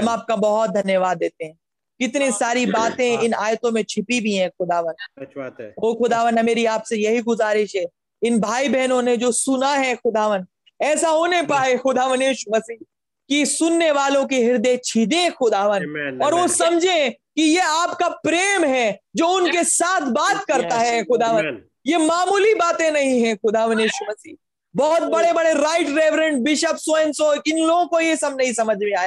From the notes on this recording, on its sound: Zoom Meeting